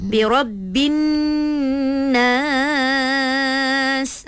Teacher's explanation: Bila dengung tu dua harakat lah. Dua harakat. Kalau kita perhatikan semua dekat sini nun ada tanda sabdu.